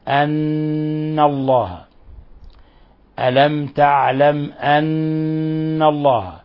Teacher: نلصق طرف اللسان في أصول الثنايا العليا وتظهر غنة من الخشوم · حرف غنة مشدد يعني يغن مقدار حركتين، فلا نخفف النون